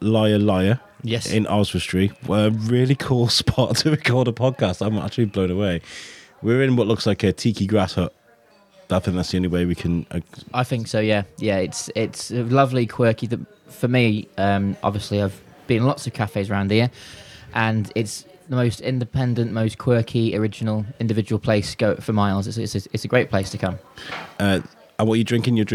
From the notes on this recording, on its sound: We also speak to the owner of Liar Liar, a stunning cafe at the heart of Oswestry where this podcast was recorded.